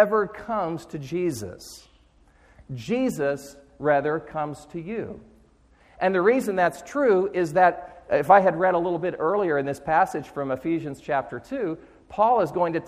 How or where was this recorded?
large echoing room